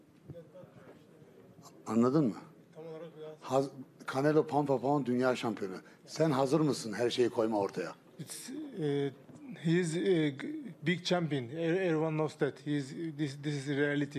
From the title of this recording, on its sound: undercard press conference